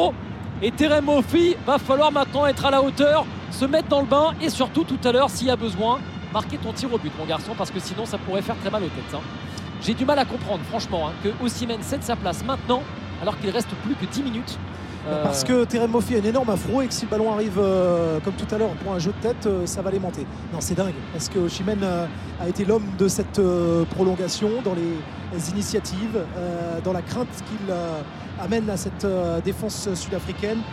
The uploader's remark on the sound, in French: Point ambiance en direct d'Abidjan